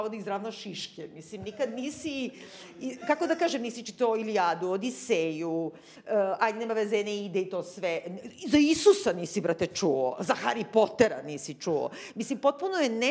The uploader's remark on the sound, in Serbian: Koju smo snimali lajv pred našom divnom publikom u okviru Hartefaktovog festivala.